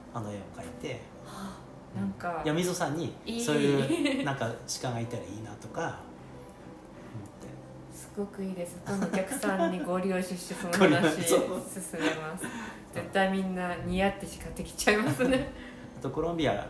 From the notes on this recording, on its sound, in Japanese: 納品に伺った際にトークさせていただきました。録音音量が少し小さくなってしまいましたご了承くださいませ。